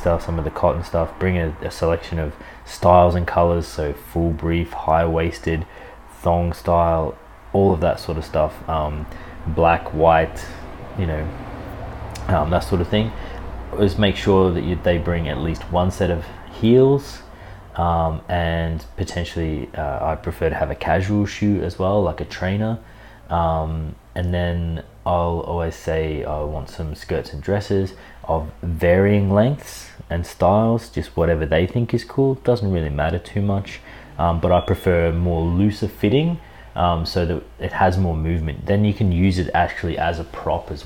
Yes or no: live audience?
no